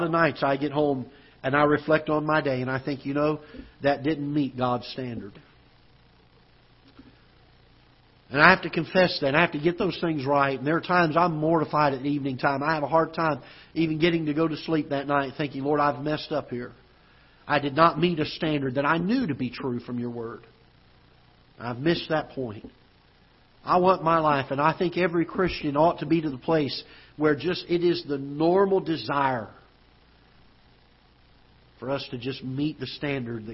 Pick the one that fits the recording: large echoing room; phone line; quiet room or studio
large echoing room